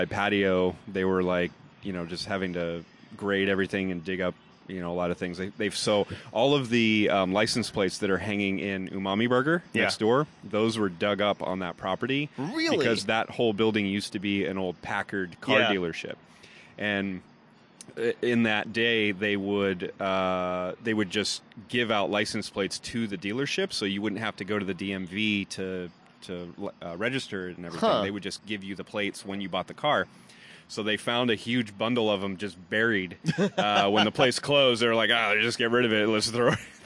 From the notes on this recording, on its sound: Live at Backstreet Brewery!